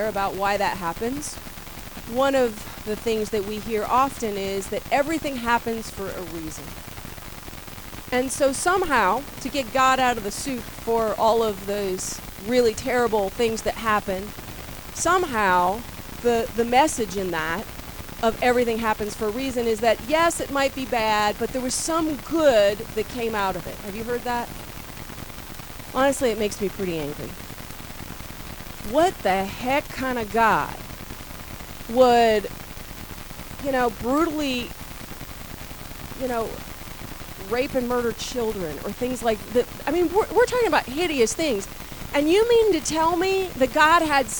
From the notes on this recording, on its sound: Warning-poor audio quality